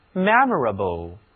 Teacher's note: 字母 e 读作扁口的梅花音 a，字母 o 以及 a 它们都读作倒写的 a